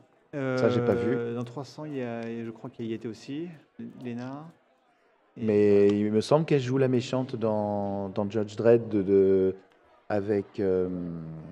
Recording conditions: busy venue